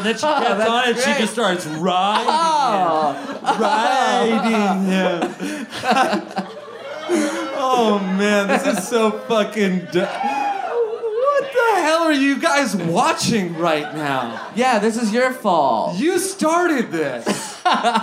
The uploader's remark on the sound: live at Resident in Downtown LA!